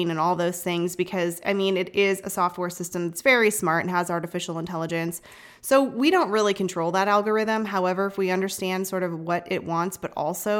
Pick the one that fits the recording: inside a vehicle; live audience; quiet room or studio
quiet room or studio